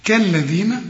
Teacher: ما تنساش أنك تطلع لسانك في الدال